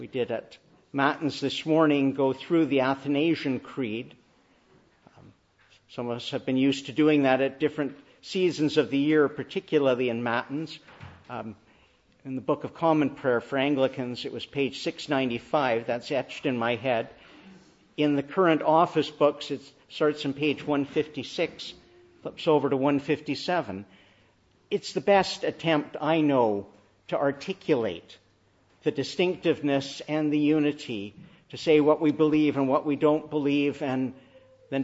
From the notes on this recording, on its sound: Morning Service. Preached in the Annunciation of the Blessed Virgin Mary on Trinity Sunday.